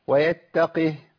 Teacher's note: لازم ايه اخف شويه على القاف لان القاف هنا ايه ساكنه بعد كسر يعني في ضعف شويه في القاف